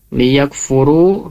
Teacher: ru-nya jangan sampai terlalu panjang ya, cukup dua harokat saja